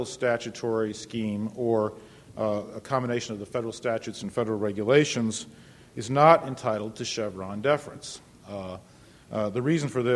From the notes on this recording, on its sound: The Federalist Society's Administrative Law Practice Group presented this panel discussion at the 2006 Annual National Lawyers Convention.